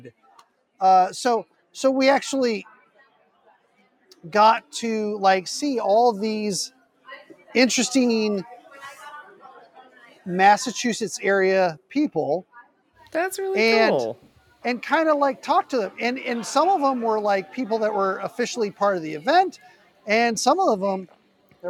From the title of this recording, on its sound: Live from PAX EAST 2022